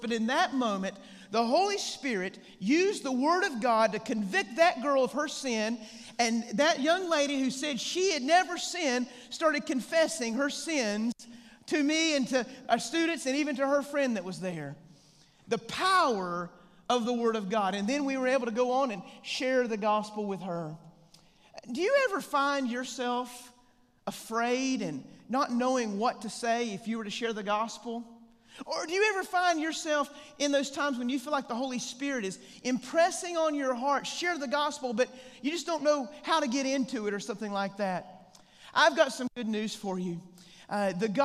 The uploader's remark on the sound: The 2023 Evangelism Conference at First West, West Monroe